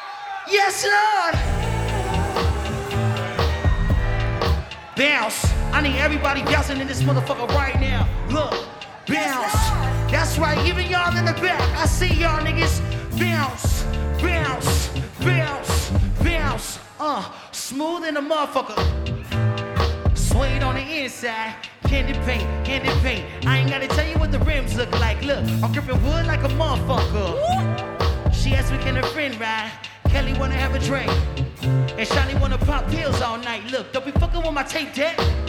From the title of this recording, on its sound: Live From NPR Music And SXSW 2016